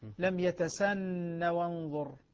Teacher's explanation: إذا وصلوا كلمة يتسنه بما بعدها تسقط الهاء